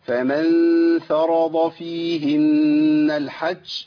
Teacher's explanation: الضاد. والضاد هنا مفتوحه في مرتبه عاليه من التفخيم